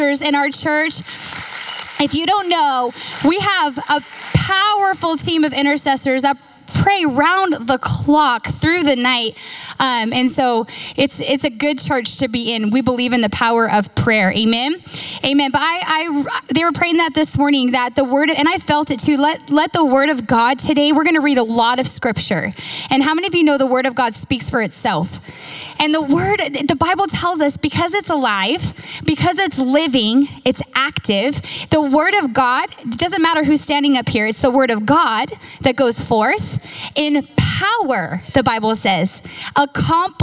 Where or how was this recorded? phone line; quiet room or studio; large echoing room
large echoing room